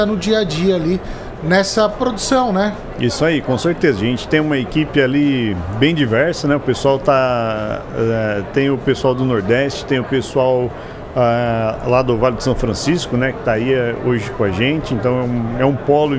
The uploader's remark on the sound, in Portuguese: Especial Hortitec. Estamos ao vivo na Hortitec 2023.